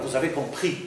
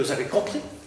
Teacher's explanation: Normalement, je dois dire, vous avez compris, avec accent sur le i. · Shown in: first take · Mais si je veux insister, je veux dire, vous avez compris.